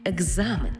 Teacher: А в транскрипції і у вимові будемо чути «г» і «з» – екзамен, тобто дзвінкий плюс дзвінкий.